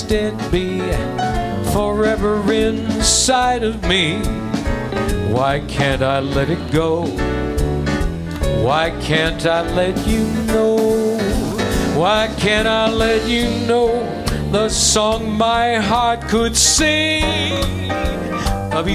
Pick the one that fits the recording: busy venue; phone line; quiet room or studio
busy venue